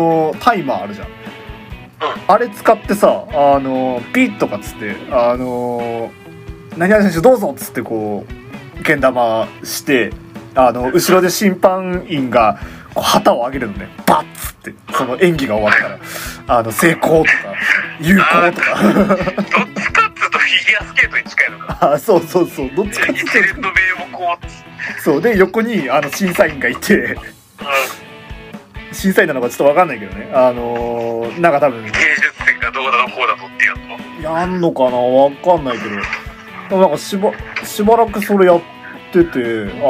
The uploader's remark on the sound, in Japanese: 録音機材：iPhone7。